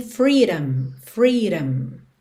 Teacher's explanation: esse D ganhou um tom de rarara, bem comum no inglês americano